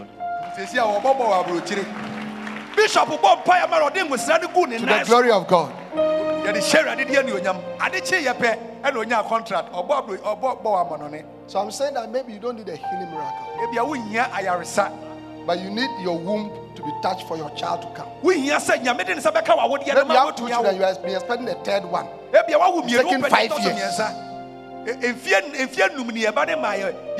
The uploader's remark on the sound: Preached during the The Jesus Encounter Healing and Miracle Service at The Life Catehdral, Ofaakor.